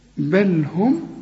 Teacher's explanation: بل هم الميم سكنة ما تغنش